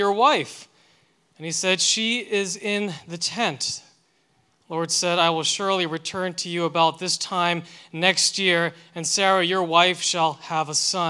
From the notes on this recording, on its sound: delivered this sermon for Liberti River Wards' May 14, 2023, Sunday worship service